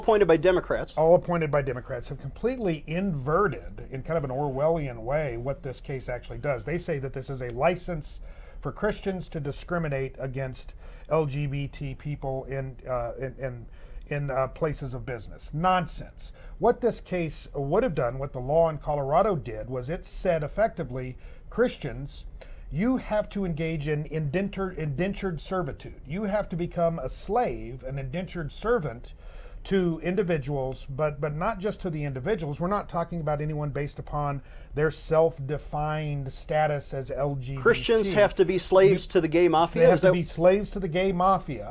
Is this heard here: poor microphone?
no